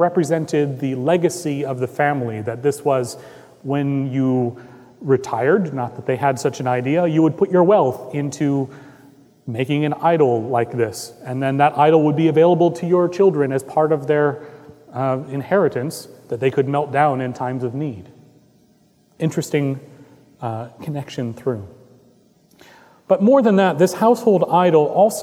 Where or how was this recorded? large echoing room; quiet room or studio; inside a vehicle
large echoing room